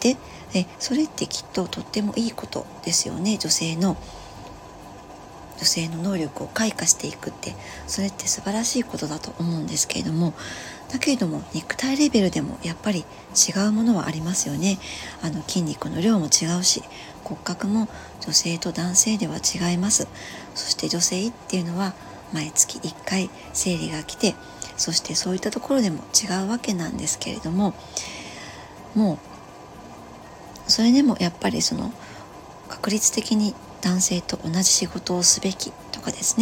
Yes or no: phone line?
no